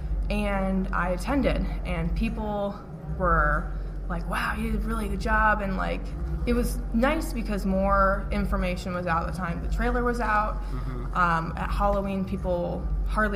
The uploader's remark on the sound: At Planet Comic-Con it was noisy, but I think the audio is just right.